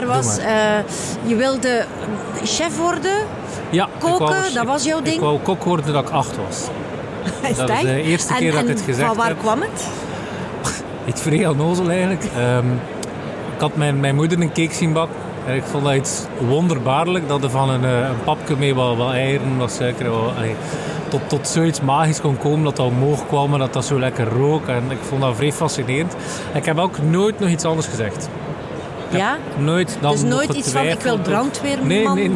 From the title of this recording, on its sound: Horeca Expo Live